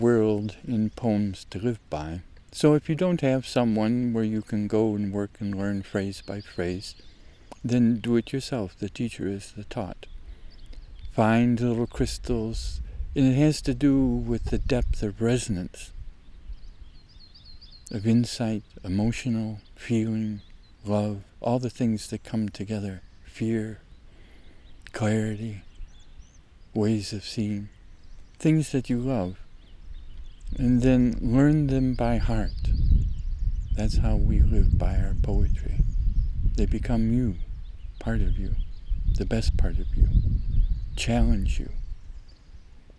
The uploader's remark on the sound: Out doing May high-country photography fieldwork, still early in the morning, a pause a while, and start a new series of recordings, POEMS TO LIVE BY. Please excuse two little windy waves in the recording... Whitebark Pine Country, May aspect, SOUTH #WALLOWAS, #OREGON.